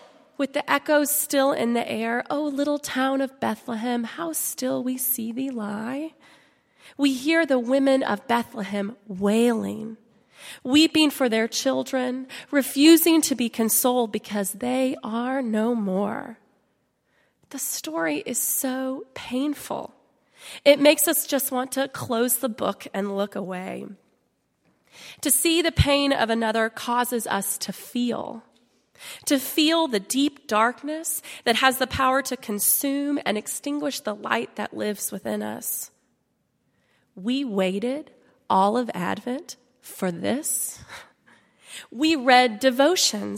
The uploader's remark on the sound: at Highland Baptist Church.